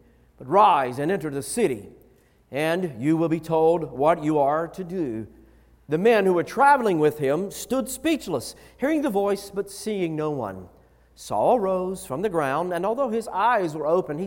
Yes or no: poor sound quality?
no